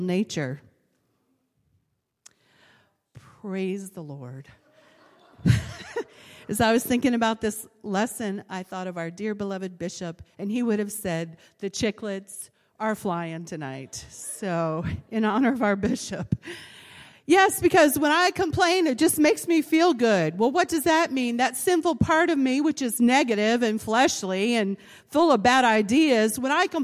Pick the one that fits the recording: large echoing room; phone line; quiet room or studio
large echoing room